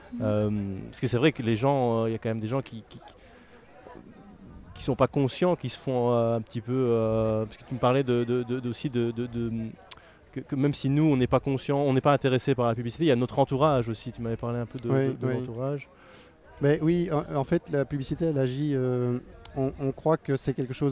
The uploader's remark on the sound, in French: Festival Esperanzah! 2022. Media est présent au coeur du festival, à la rencontre des participants, des artistes et des ONG qui font vivre cette édition 2022.